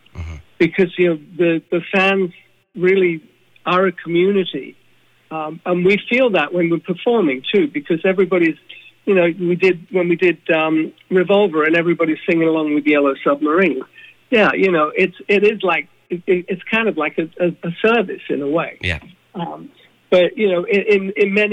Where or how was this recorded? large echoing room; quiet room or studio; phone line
phone line